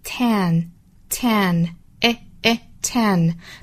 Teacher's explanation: 这时候要注意啊，舌头的舌尖位置是抵住下齿龈的。那舌身呢其实是有一个拱起的状态。